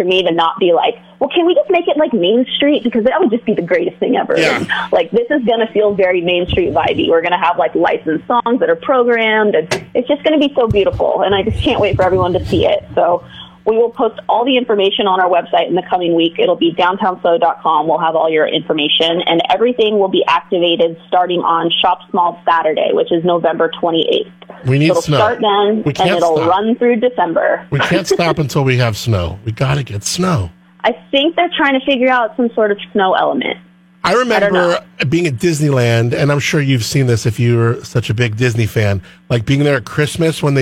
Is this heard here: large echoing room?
no